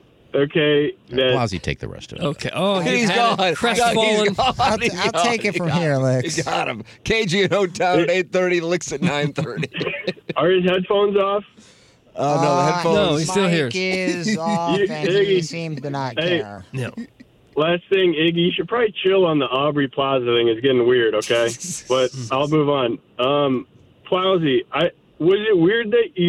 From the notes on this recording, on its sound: Anchoring at KOMU. Calls in but quickly has phone issues.